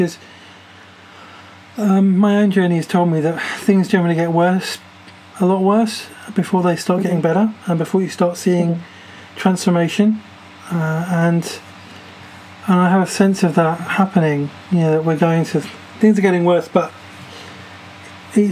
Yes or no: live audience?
no